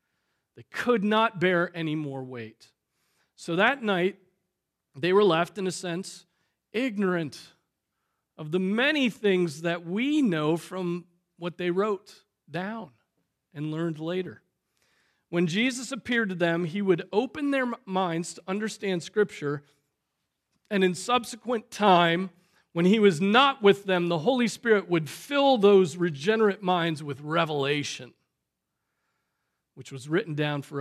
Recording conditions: large echoing room